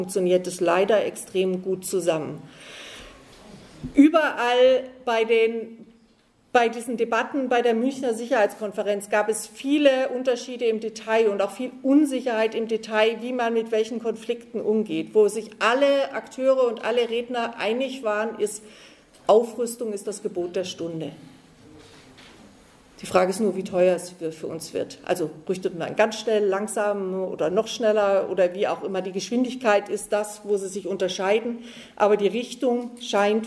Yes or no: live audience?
yes